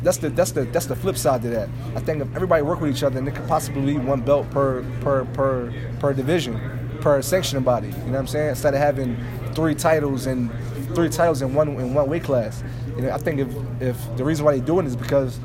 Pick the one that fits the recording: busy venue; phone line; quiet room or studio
busy venue